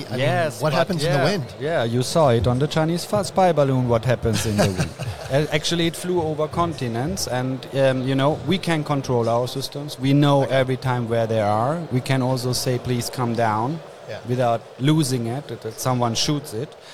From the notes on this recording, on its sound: Day 2 of INTERGEO 2023 "LIVE" from Berlin!